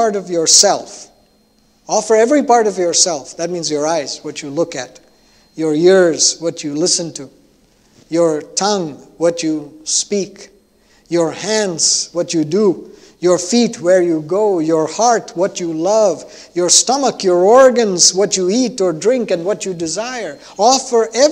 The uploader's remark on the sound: at New Life Fellowship Church, Concord, NC, on Sunday, January 9, 2022